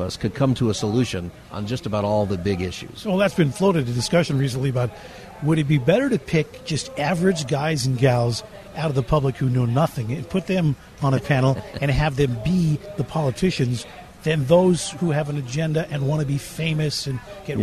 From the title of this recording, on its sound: Live from the Ronald Reagan Presidential Library